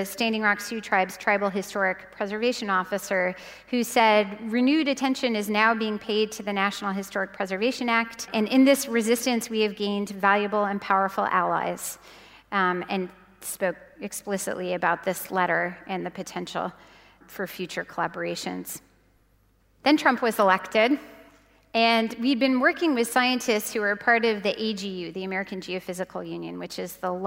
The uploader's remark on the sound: This is the adaptation for the Climactic podcast of the first keynote of Climarte's Art + Climate = Change Festival.